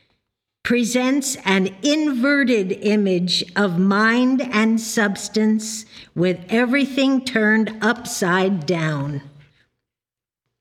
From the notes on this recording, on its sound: The Sunday service audio